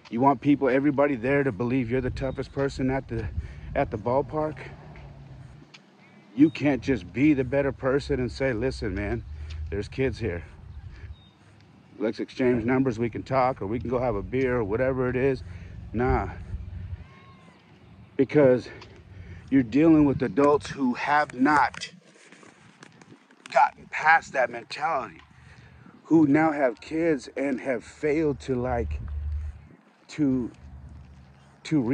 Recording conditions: outdoors